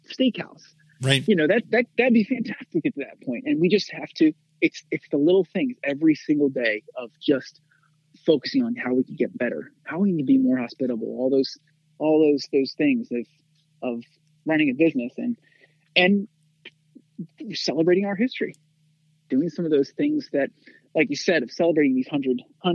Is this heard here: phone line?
yes